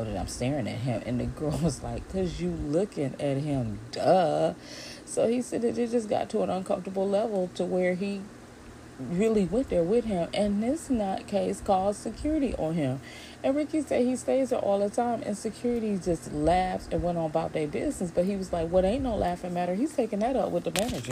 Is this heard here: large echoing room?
no